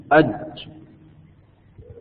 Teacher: مثلا الجيم أج، وسط اللسان، انتهى الصوت عند وسط اللسان فيكون مخرج الجيم وسط اللسان